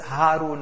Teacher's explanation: So the letter of Ha, that's again effortless. That's from the bottom of the throat, no effort. · Term: small Ha